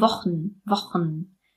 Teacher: Das heißt, wir gehen von dem ch, von dem ch2 direkt zu dem n.